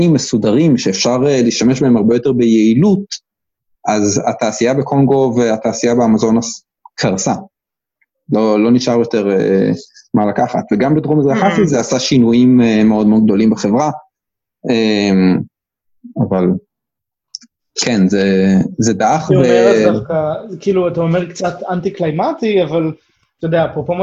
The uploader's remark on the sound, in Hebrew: הרמת הקלטה דרך זום